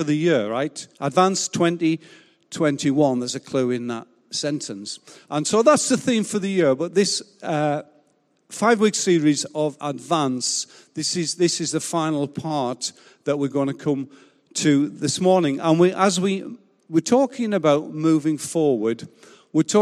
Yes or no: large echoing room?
yes